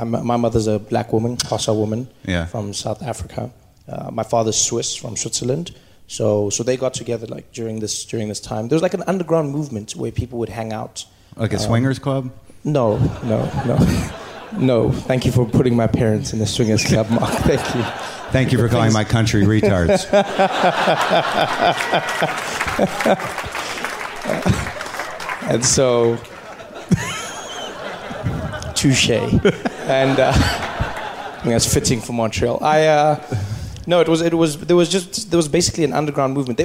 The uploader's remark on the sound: Live from Just For Laughs Montreal.